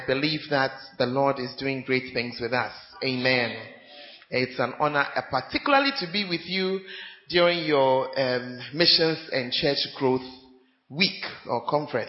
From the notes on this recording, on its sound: Preached At Central Assemblies Of God, Ho